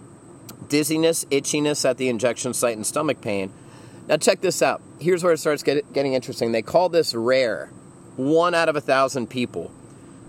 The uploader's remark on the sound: Episode 25 was the first (and probably the last) show to be recorded outdoors. Thought it would be cool to record Episode 25 near a van down by the river. During post-production, however, I discovered why most folks record podcasts inside. Way less ambient noise from chickens, roosters and rustling leaves.